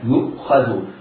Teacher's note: الخاء في يؤخذ مفخمة والذال مرققة. الذال هنا ليست من حروف الصفير، فعلى القارئ أن يخرجها من مخرجها.